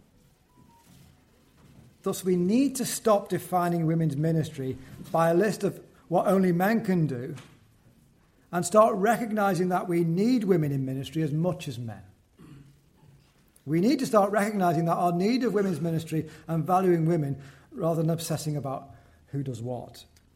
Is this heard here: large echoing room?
yes